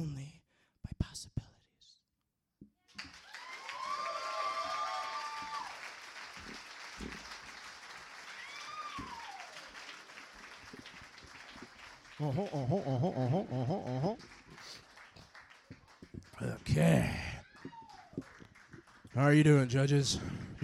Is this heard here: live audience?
yes